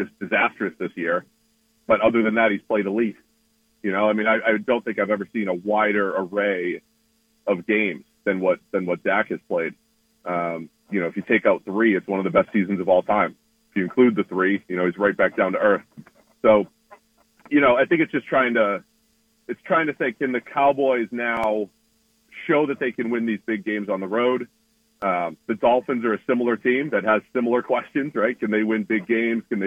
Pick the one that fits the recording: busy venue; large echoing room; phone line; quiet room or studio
phone line